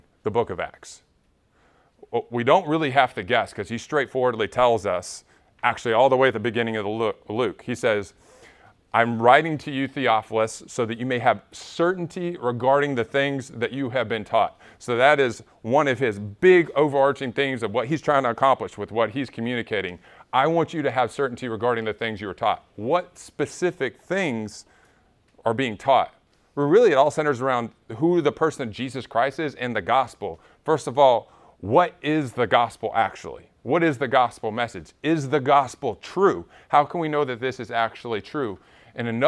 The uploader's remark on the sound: Recorded at Emmaus Church in Buford, GA on Wednesday, Nov 30, 2022.